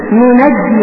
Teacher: القراءة الأولى بضم النون الأولى وفتح الثانية